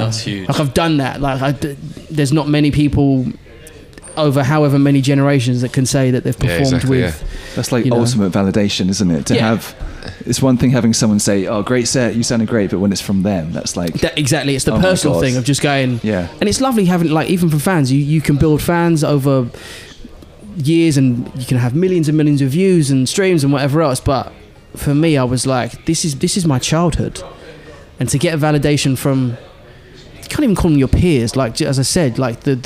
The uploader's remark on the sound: in a hotel bar in central London